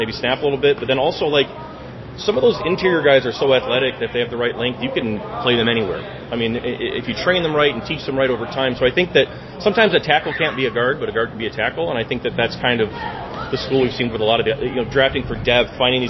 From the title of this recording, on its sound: Live from the Senior Bowl